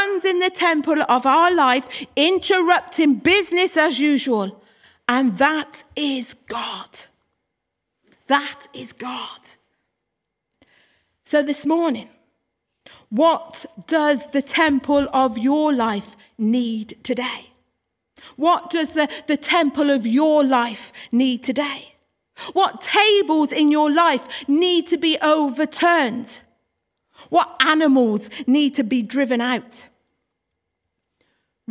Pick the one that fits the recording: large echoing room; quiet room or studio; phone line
large echoing room